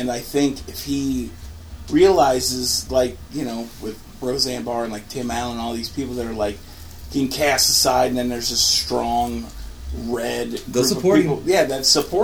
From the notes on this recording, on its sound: podcasting with comics from the back office at Mass before they perform at Laugh Your Mass Off